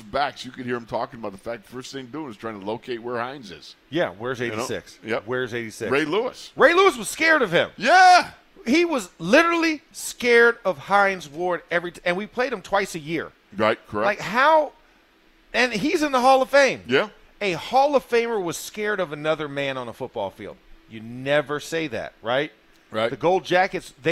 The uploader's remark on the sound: In the Locker Room live from Steelers Camp Day 8.